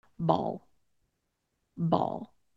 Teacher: I do not have my jaw very open. I have my lips in a very neutral position, and my tongue is reaching just the very, very back of my teeth when I'm ending on that L sound. · Term: dark L sound